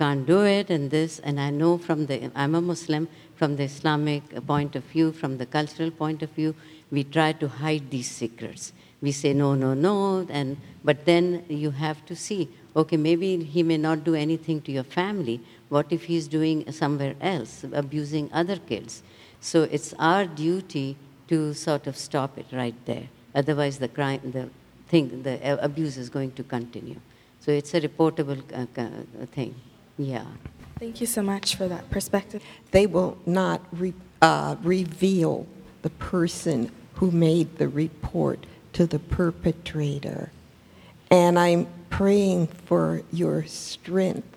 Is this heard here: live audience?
yes